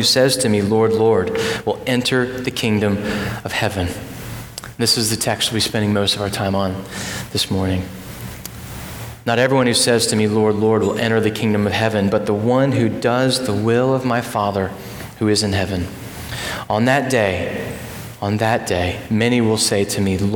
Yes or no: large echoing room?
yes